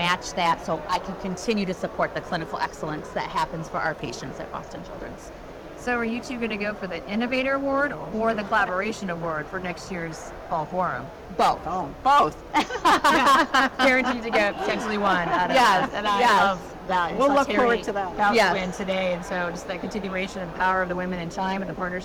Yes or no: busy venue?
yes